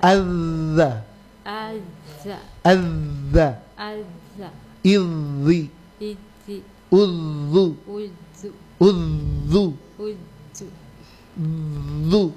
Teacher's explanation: Cuma bibir yang berubah. Posisi lidah dan gigi sama.